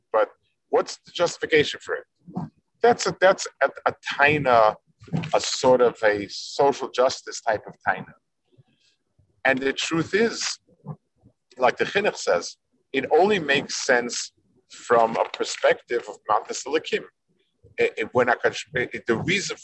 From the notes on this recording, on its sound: This shiur take place over Zoom on Motzei Shabbos.